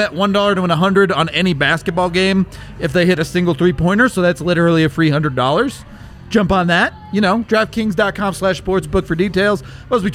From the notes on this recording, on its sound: LIVE from the DNVR Bar